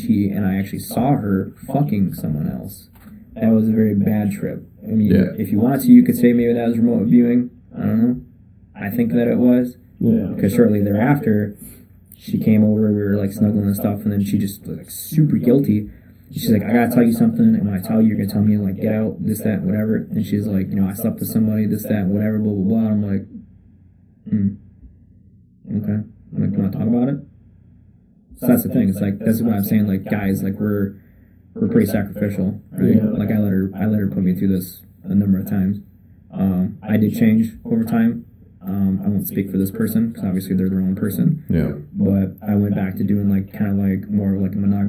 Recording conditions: poor sound quality